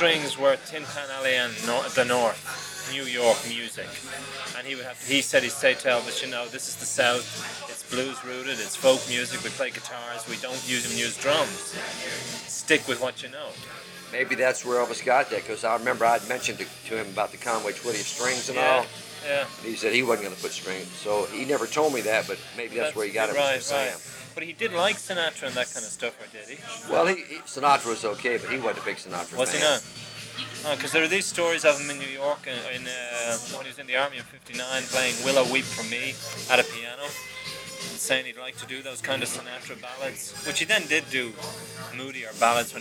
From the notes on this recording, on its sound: this little interview was recorded during my dinner